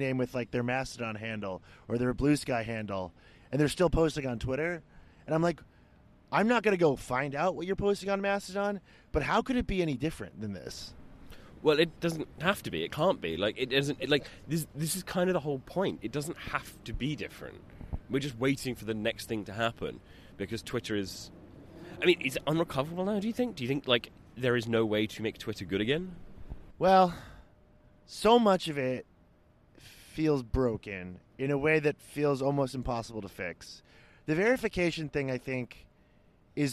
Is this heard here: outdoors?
yes